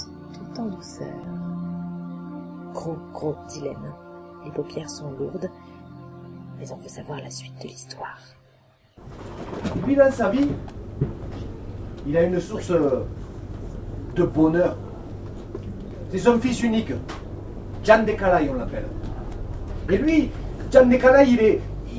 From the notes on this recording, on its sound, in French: 18ème Festival Interculturel du Conte - Ile de Vassivière. Un medley festivalier conté à écouter de préférence au casque et les yeux fermés.